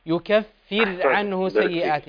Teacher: يكفر الراء هنا مرققة